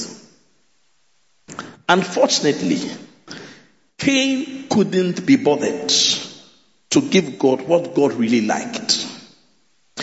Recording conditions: large echoing room